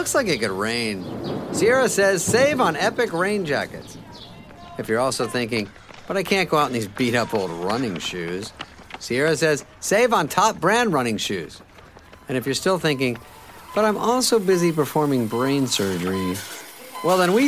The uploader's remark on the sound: Recorded during rehearsals for this weekend’s three day presentation at the Shed